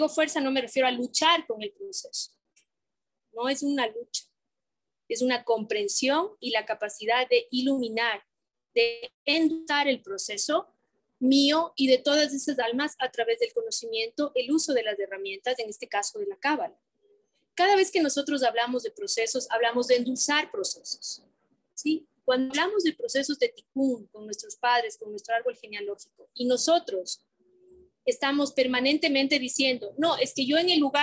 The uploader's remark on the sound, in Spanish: Fue grabado en vivo, ten paciencia, se corta un poquito